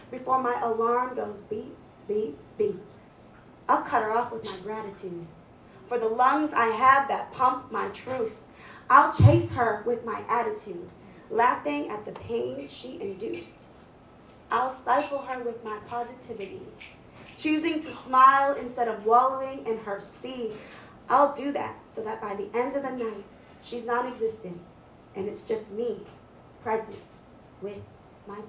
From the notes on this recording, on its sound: Recorded at the February Expressions spoken word open mic at Cafe Koi. Recorded at the February Expressions spoken word open mic at Cafe Koi. All these people together in a space sharing art and having fun.